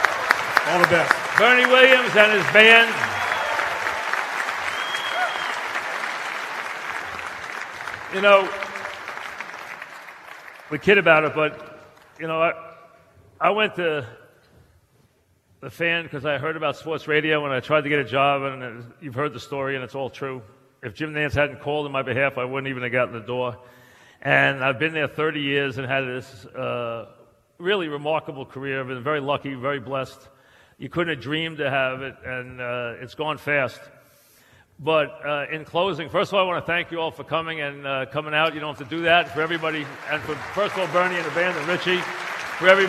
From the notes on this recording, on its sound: Live at the Tilles Center